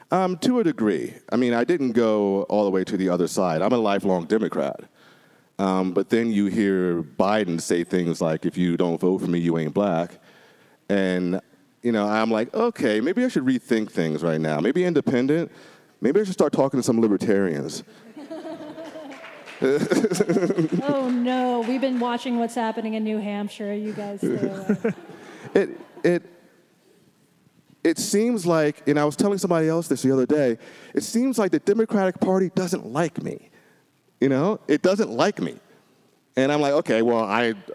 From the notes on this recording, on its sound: Live From The Heterodox Academy Conference In Denver. A BARPod live show. There was a recording error and it was a mess at first.